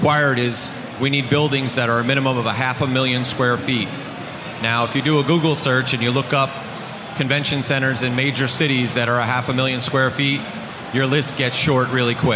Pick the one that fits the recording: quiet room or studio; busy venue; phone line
busy venue